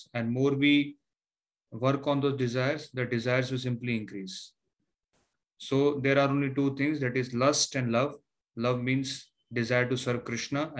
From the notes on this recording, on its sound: Zoom recorded sessions